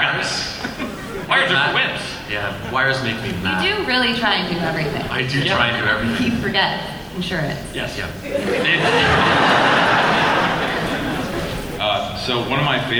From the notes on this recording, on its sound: Bonus – Arrow panel NYCC 2012.